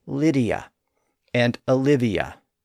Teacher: Well, they're pronounced that way if we keep them distinct from each other, but in normal speech, we tend to blur them together, and that produces the Y sound in the middle. We say Lydia and Olivia.